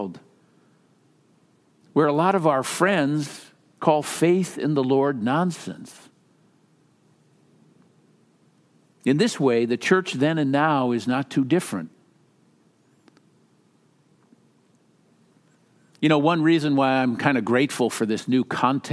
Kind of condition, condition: setting, large echoing room